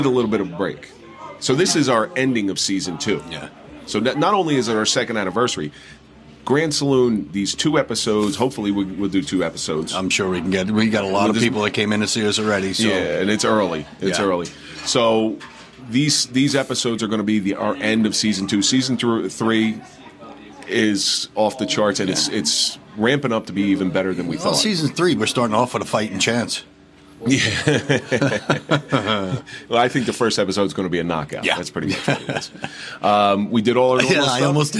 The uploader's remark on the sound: Live at the Grande Saloon. We are airing the party at Grande Saloon in Clifton NJ where we were able to talk to many former guests.